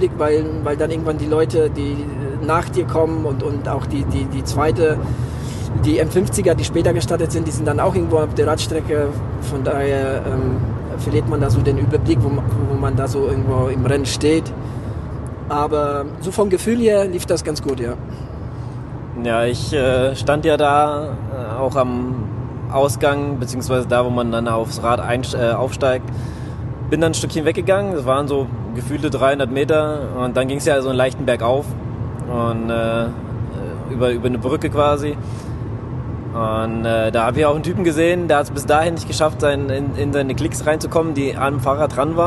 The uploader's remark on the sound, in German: Diese Folge haben wir nach dem Kinzigman Triathlon im Auto auf dem nachhause Weg aufgenommen.